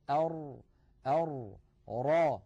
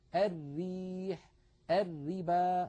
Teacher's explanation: لاحظوا بأن مؤخرة اللسان في الراء المفخمة قد تصعدت إلى الحنك، بينما مؤخرته في الراء المرققة ما زالت مستفلة إلى أسفل اللسان، مع أن المنطقة التي يقرع فيها طرف اللسان اللثة واحدة، وهي المنطقة الزرقاء اللون الغامقة. · الحقيقة أن المنطقة التي يقرع فيها مخرج الراء اللثة واحد، ولكن مؤخر اللسان يختلف شكله من الراء المفخمة إلى الراء المرققة، إذ إن أقصى اللسان عند نطق الراء المفخمة يتصعد إلى جهة الحنك